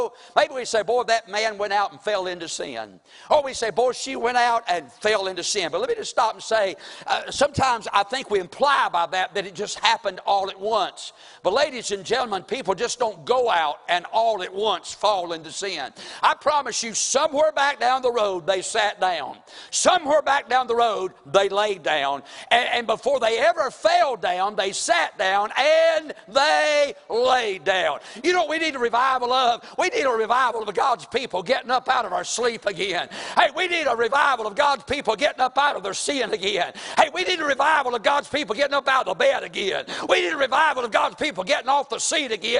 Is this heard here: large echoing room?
yes